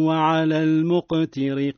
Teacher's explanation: بيان ترقيق الراء مع بيان كسرة التاء